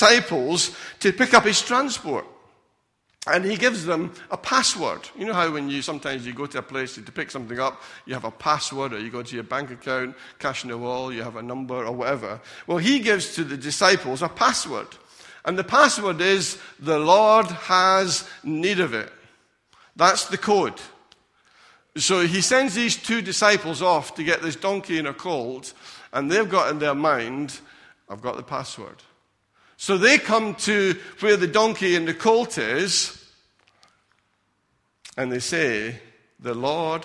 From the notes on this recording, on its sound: Recorded at freedomcentre church, Preston on Sunday 14th April 2019